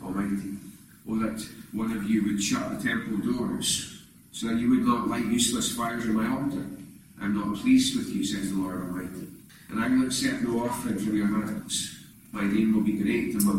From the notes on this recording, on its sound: recorded at North Harris Free Church on Sunday evening 21st November 2021.